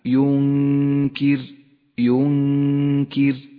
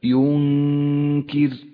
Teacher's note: حكم الإخفاء بنفس الكلمة ينكر، ينكر، تخفى النون بحرف الكاف مع بقاء غنة للنون زمنها حركتان من غير تشديد